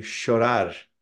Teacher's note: if you're listening to Spanish from Argentina, that double L would not be a y, it'd be a sh